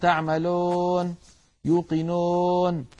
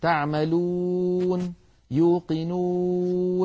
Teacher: لابد من أن يكون ضما كاملا خال من الألف · Shown in: second take · Term: الصوت العربي الصحيح